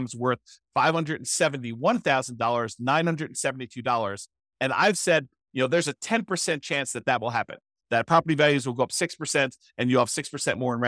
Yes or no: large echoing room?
no